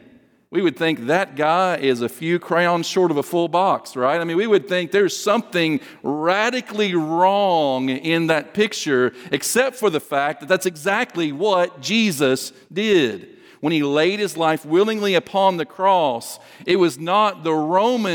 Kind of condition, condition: setting, large echoing room